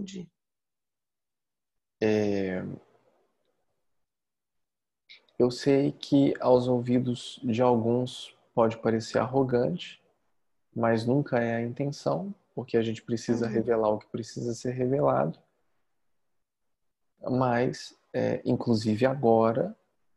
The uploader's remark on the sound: Online via Zoom